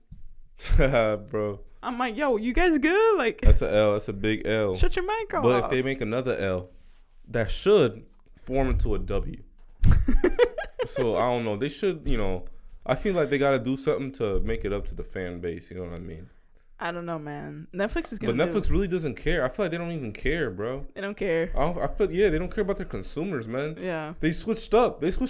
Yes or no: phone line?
no